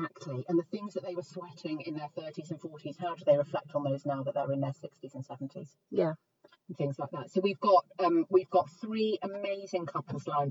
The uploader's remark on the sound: we FINALLY get back in the car and talk nonsense for a while